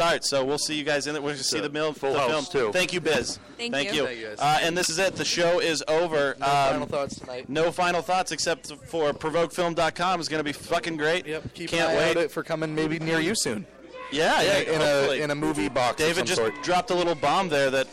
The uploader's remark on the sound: We are live from the Provoked Premiere!